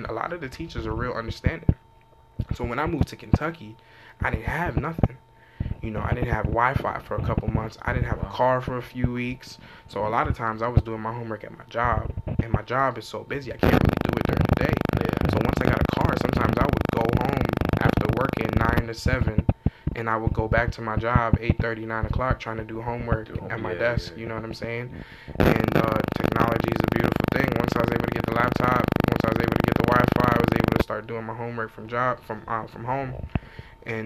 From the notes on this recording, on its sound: Please excuse the audio